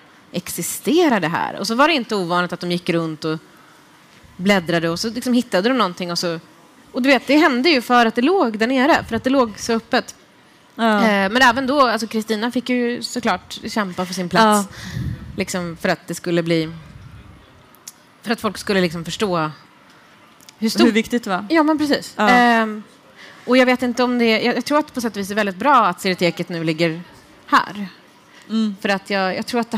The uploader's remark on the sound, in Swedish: frågestund inför livepublik